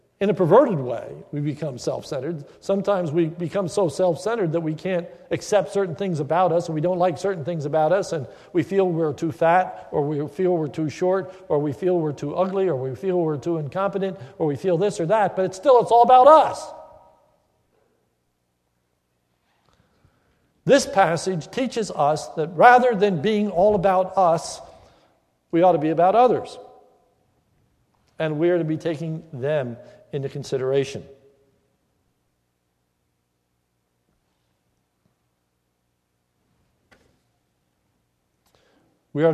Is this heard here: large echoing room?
yes